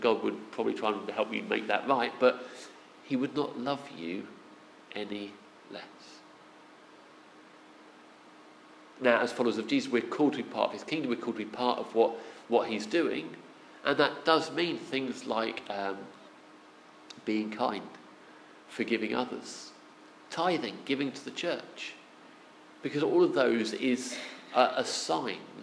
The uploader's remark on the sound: Our sermon from the 11am service on Sunday 23rd October 2016